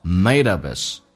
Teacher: h 音不发音，用前面的 p 跟后面的 a 形成个连音，同时 p 要浊化成 b，美式发音需要浊化叫 abyss，三个单词连在一起，那么叫做 made upis，记住 up is 用降调来读 made upis， made up ismind， made · Term: 击穿